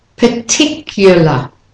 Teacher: After the C, you insert the intrusive y.